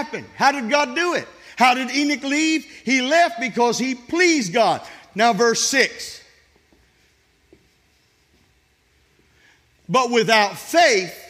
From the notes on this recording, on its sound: This sermon was recorded at Family Worship Center in Florence, SC on Sunday, July 23, 2023.